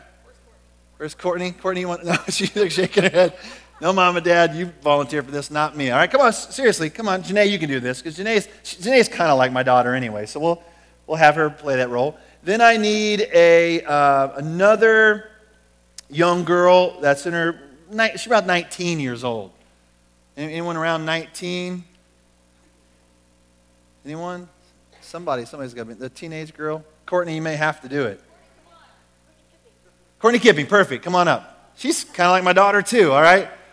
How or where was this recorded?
large echoing room